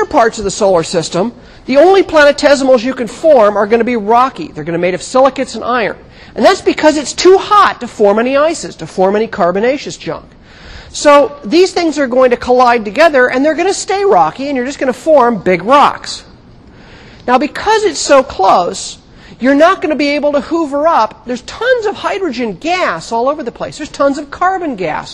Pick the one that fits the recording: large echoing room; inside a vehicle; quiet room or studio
large echoing room